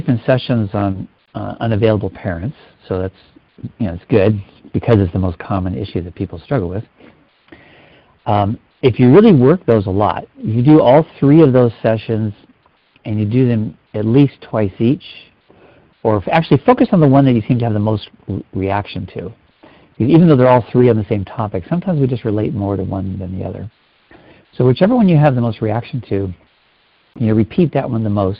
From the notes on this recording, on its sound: Finding Love Live Q&A Calls.